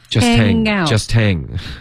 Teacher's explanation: Just 跟 hang 要连读